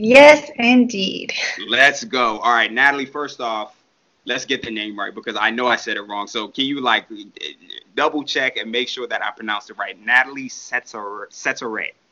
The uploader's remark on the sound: The speakers on my computer decided to stop working as soon as I made this call so I had to swiftly switch to my phone but we made it work! Not the exact audio quality that I wanted but hey!